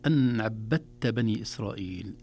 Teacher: تشديد الباء وتشديد التاء